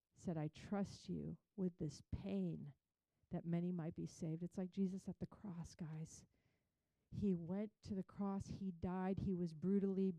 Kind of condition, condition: setting, large echoing room